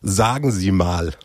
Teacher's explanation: du hast das helle, klare A drin und das stimmhafte S